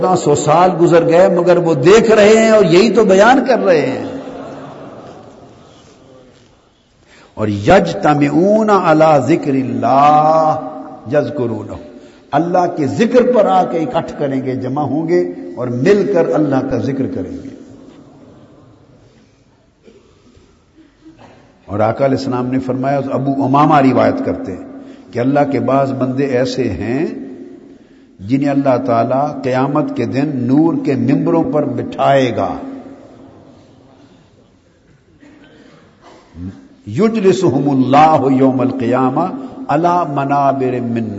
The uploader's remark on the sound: Place: Itikaf City, Lahore. A speech delivered at I`tikaf City Baghdad Town (Township) Lahore.